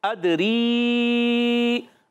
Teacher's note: اور غنہ نہیں کرتے ادری حمزہ کو دال سے ملانا ہے دال ساکن ہے کھلکلا ہوگا خوب آواز لوٹے گی